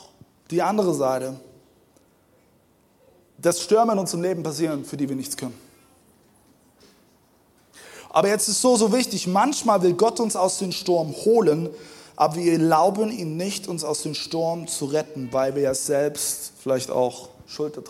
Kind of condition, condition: setting, large echoing room